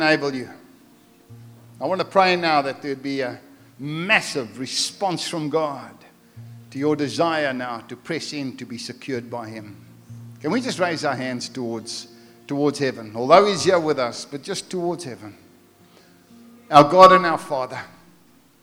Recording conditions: large echoing room